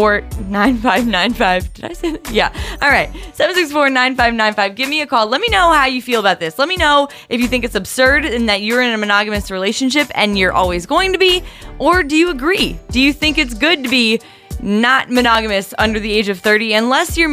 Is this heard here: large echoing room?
no